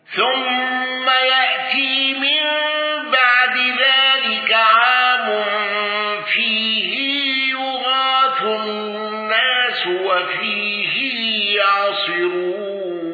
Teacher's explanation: ابن كثير بصلة هاء الضمير